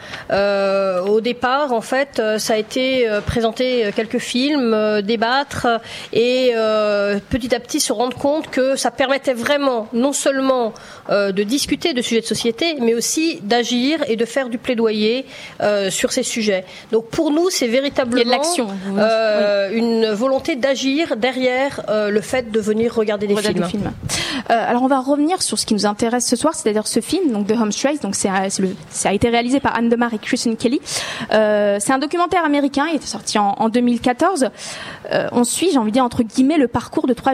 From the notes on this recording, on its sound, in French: Spéciale FIFDH au Luminor. Ce soir, on s'installe dans le beau salon du cinéma Le Luminor pour la 13ème édition du Festival International du Film des Droits de l'Homme.